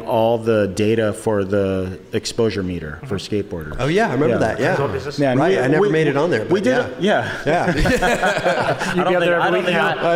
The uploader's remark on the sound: Adidas "Das Days" Los Angeles. We were live on location at Adidas Skateboarding Das Days! Thanks to everyone who came out to watch the live show!!